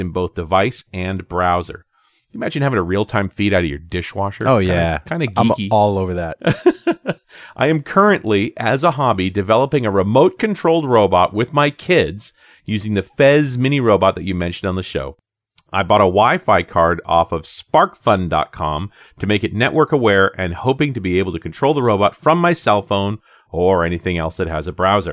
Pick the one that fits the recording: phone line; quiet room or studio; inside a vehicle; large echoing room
quiet room or studio